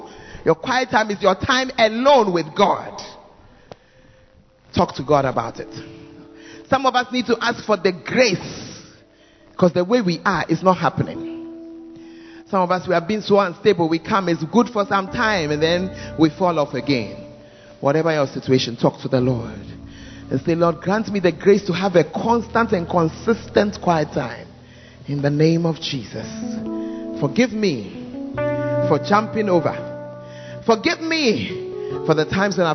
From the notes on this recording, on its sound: Preached At The First Love Center, Ayeduase (Charisma Service)